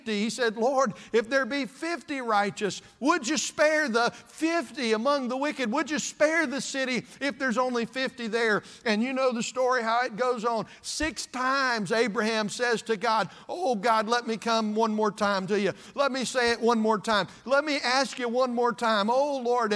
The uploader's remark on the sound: This message was preached at East Side Baptist Church on February 18th, 2024.